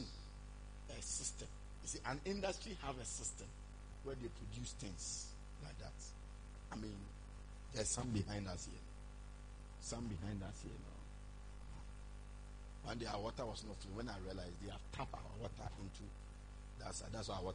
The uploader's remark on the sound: Preached at morning Glory Service